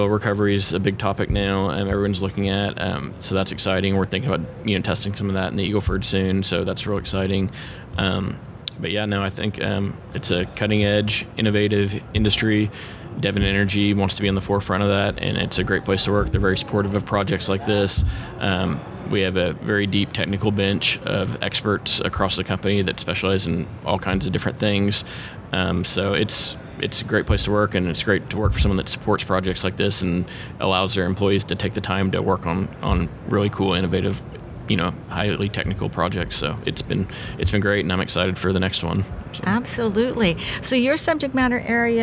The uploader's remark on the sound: This was recorded at the 30 th Anniversary NAPE Summit.